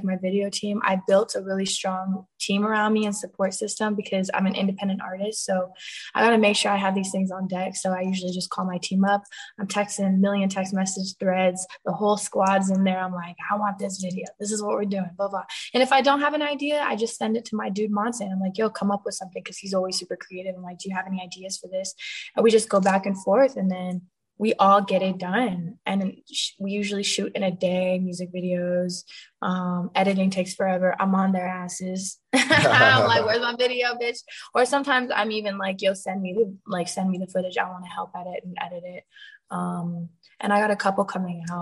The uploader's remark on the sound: zoom interview